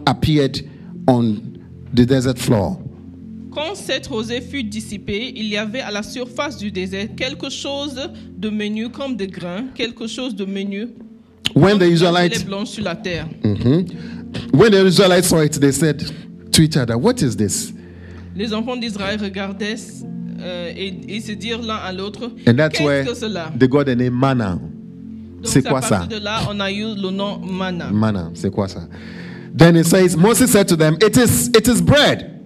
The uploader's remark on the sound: Preached during Joyful Hour Sunday Service